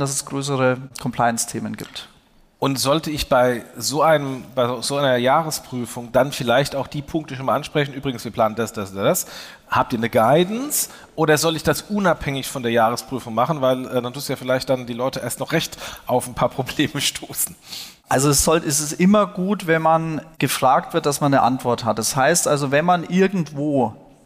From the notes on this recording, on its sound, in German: diese Diskussion, die ursprünglich auf dem Fintech Triple Festival stattfand